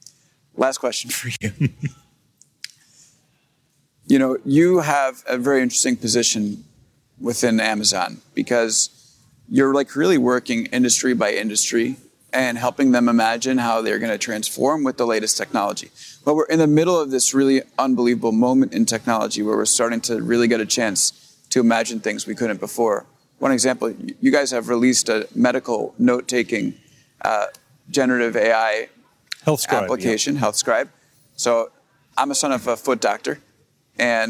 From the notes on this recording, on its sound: live at the AWS Summit in New York City